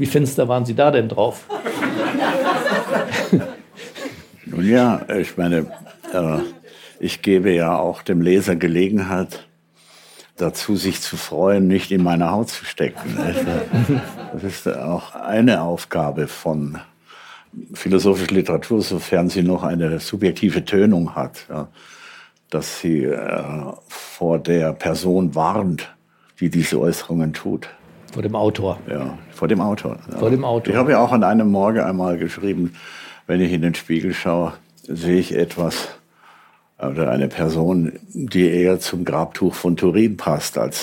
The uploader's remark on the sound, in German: Wir haben ihn zu einem Live-Gespräch an Bord der P1 eingeladen.